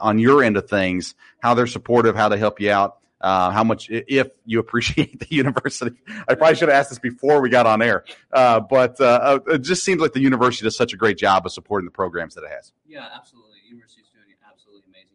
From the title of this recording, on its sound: LIVE EKU Football Tailgate Show from Mad Mushroom Pizza